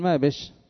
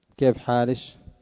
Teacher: تذهب كسر تلتلة طيب وكشكشة ربيعة يبدلون عند الوقف كاف المخاطبة عند الوقف على كاف المخاطبة شينا